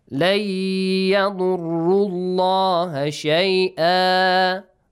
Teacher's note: Allah is pronounced with heavy sound since there is a ضَمَّة sound before the word Allah.